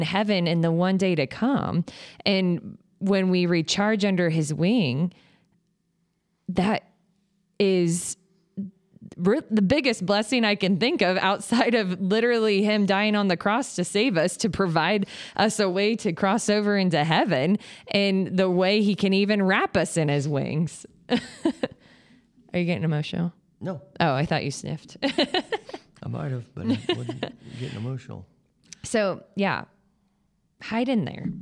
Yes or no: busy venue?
no